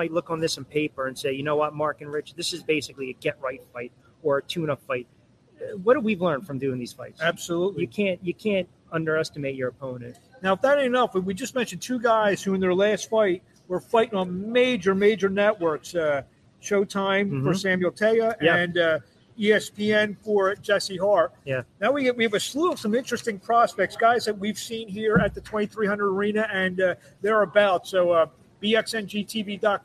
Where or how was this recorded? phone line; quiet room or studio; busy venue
busy venue